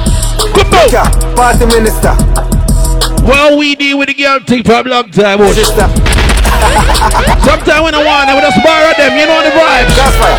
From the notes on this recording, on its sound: Birthday Bash Live Audio (… Shellings)